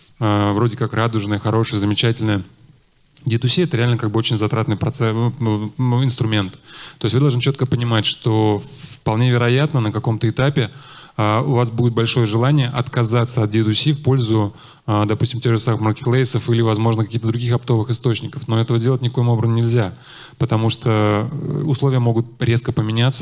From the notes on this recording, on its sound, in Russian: Перед вами запись с конференции D2C Day.